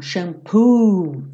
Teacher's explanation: A grande maioria das palavras com dois O's, o padrão desses dois O's é ter esse som do U comprido